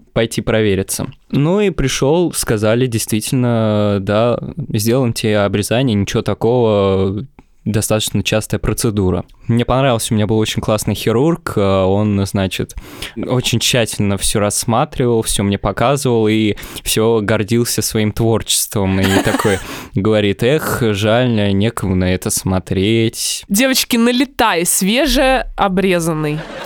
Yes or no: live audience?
no